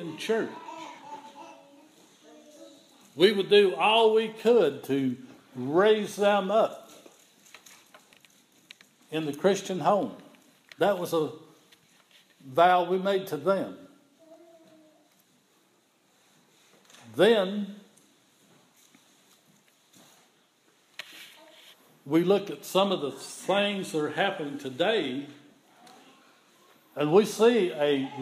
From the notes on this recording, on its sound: This is an audio recording of the Sunday morning worship service at Persia United Methodist Church in Rogersville, TN on Sunday, November 15, 2015.